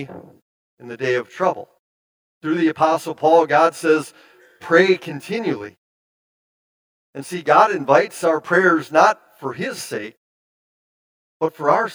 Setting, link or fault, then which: setting, large echoing room